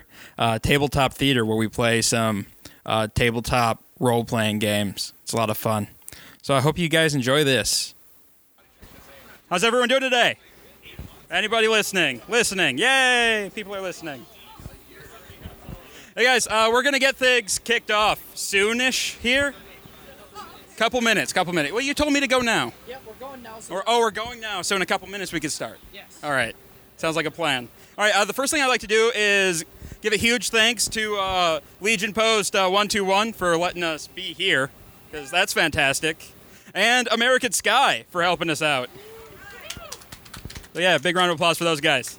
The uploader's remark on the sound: We broadcasted Live from the DeVine Liquors Homebrew Competition this year.